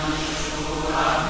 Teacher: suara masih berbagi antara hidung dengan mulut · Term: ikhfa